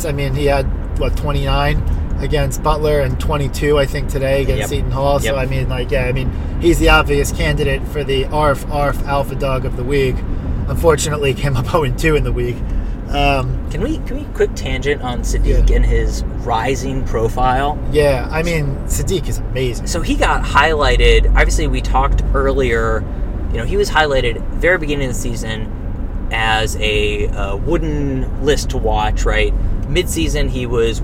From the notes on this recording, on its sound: Live from the L.I.E. and B.Q.E. Brooklyn apartment.